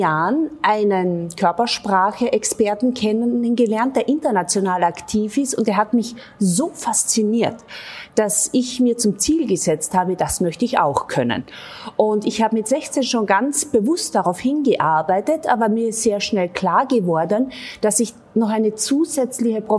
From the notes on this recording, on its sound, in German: Wir nehmen den Podcast zunächst in einem Hotel dann in einem Spielkasino auf, daher gibt es Nebengeräusche.